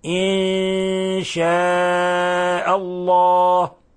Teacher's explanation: فإذا النون جاء بعدها الشين فهذا إخفاء حقيقي لا نظهر فيه التشديد، فتخفى النون الساكنة عند الشين